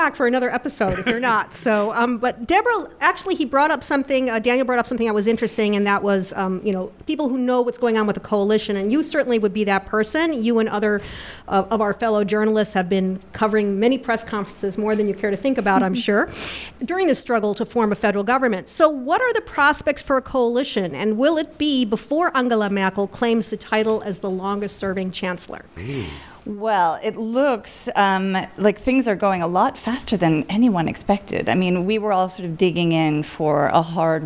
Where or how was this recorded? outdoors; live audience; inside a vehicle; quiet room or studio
live audience